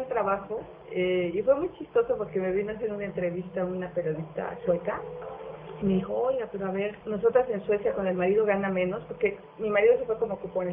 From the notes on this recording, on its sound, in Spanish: Grabado en 2010 (Low-fi). Grabado en Low-Fi.